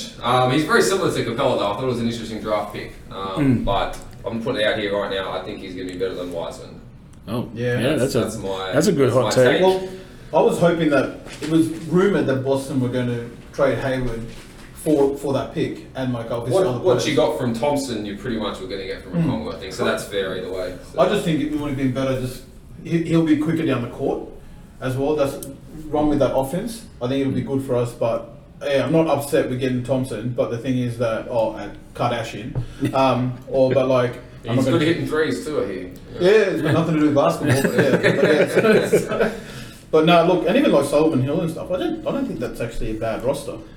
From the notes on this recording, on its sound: Audio wasn't great this week but we are still learning.